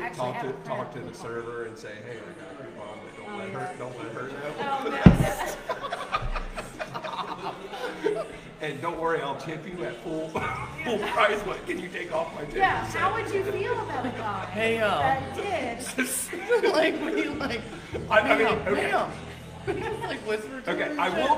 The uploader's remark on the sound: We are LIVE at Pandemonium in Latonia, KY